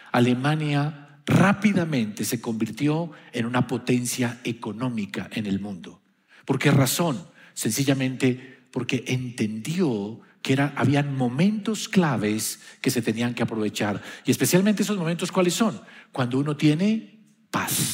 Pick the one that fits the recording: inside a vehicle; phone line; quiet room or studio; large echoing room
large echoing room